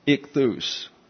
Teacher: accent is on the last syllable